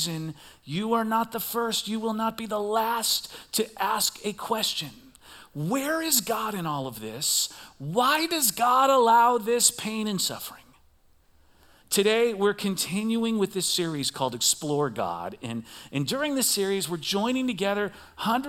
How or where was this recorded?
large echoing room